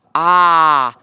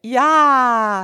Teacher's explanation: så lyder det langt ned i munden. Men så hvis jeg siger ja, så kommer lyden op